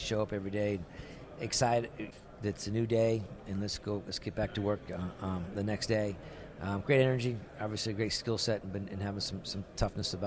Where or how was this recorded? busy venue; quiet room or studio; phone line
busy venue